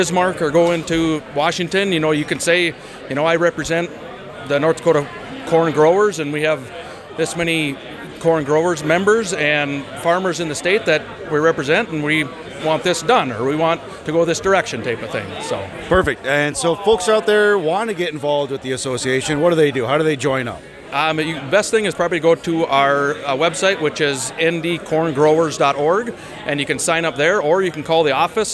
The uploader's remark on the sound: during NDCGA's 35th anniversary celebration on Monday, August 8th in Mapleton, ND